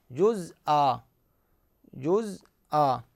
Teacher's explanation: عوض عن التنوين، ويمد قد مقدار حركتين · Term: مد العوض